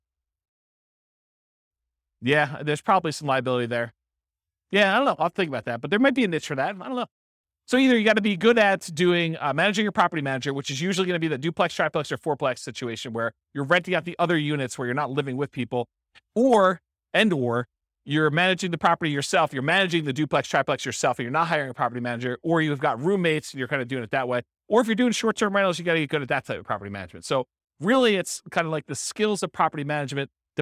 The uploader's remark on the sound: This was a live class recorded